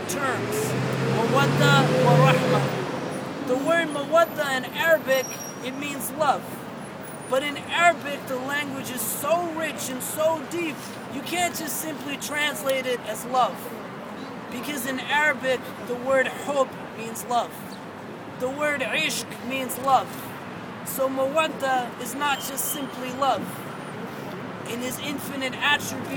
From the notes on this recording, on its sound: Sounds from a wedding at Zuccotti Park just now